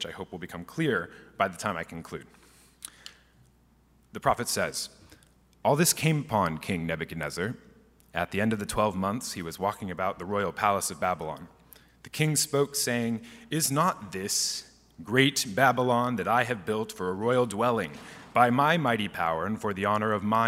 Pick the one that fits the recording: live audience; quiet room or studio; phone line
live audience